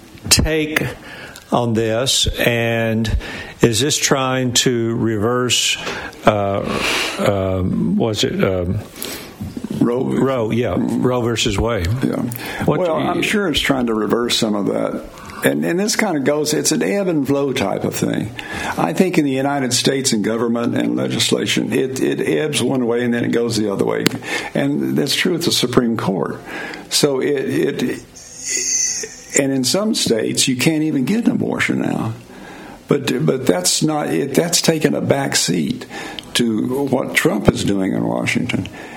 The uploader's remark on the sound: LIVE from Ruby Falls on Lookout Mountain in Chattanooga!